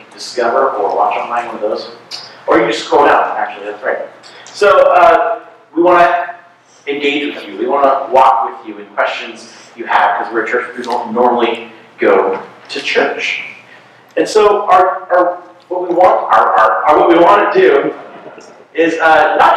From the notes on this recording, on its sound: audio drastically improves after minute three